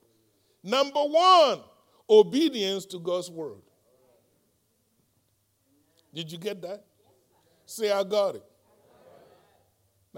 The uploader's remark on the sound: live-recording